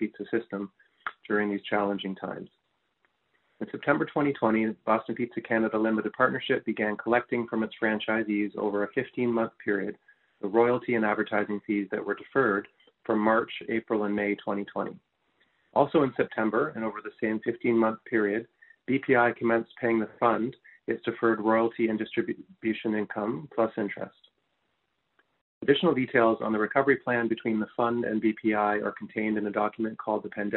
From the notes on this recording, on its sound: Fourth quarter 2020 earnings call for Boston Pizza Fund.